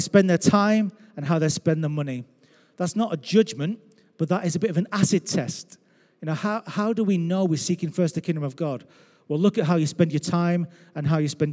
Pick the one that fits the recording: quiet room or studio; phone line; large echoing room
large echoing room